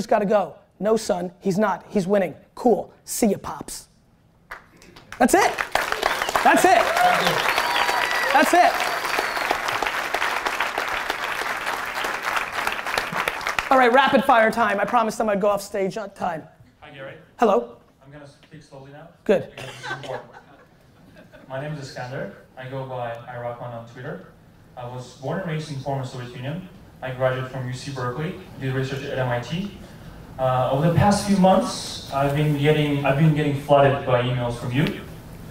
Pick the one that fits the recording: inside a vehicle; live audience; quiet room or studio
live audience